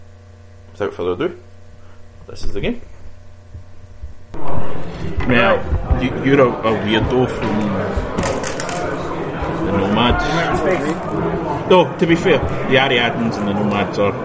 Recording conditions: background noise